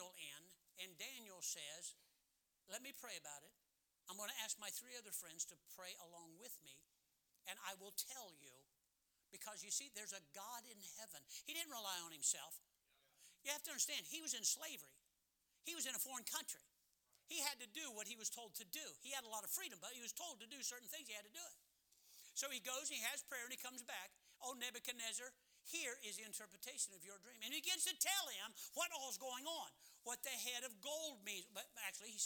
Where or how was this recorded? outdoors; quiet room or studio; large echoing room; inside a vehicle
large echoing room